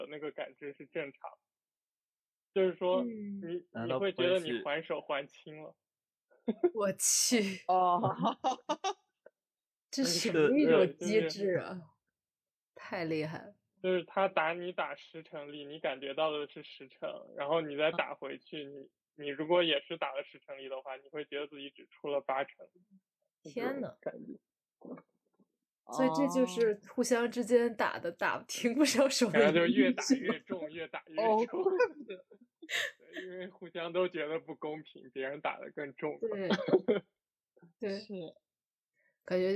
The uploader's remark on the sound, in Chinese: 读书会。结果因为录制渣音质反而更放松了。